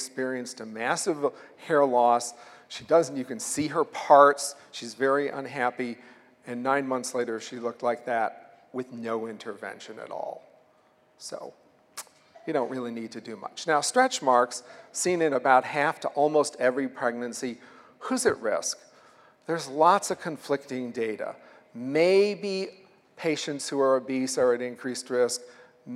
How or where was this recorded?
large echoing room